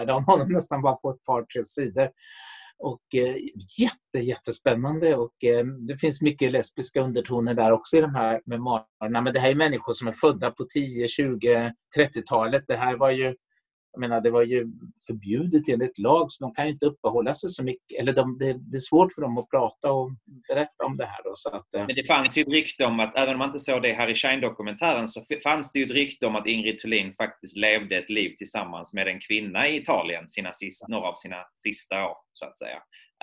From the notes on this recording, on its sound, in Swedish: Inspelad 15 november 2020 i Zoom.